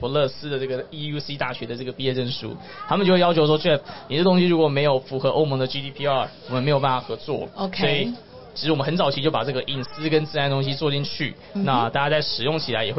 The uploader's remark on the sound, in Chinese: VISION 2022 臺大校園徵才博覽會-Live Podcast